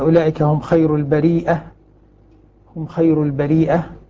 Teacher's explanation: قرأها نافع وابن ذكوان بالهمز، والباقون بدون همز الياء، وهنا تلتقيان فتدغم الأولى في الثانية، يعني أصل البرية فأدغمت صارت خير البرية، أو إذا همزنا صارت البريئة، صارت الهمزة الثانية مع المد الواجب المتصل، مع الواجب المتصل.